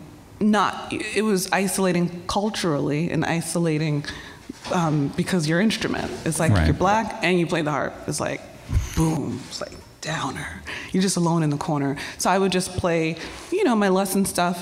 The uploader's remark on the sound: Live at Big Ears Festival